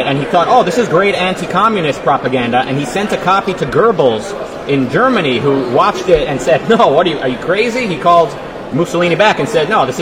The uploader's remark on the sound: Live From OCON 2022